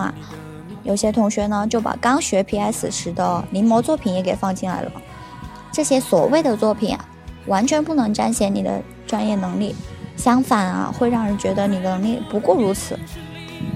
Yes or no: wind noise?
yes